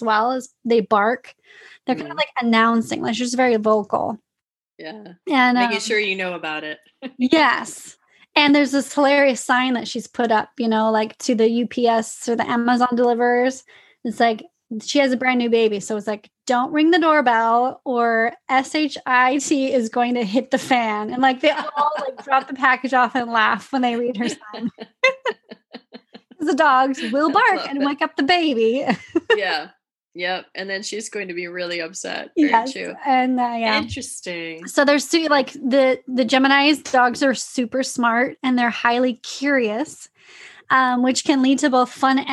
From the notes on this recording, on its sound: we worked together over Zoom for a few sessions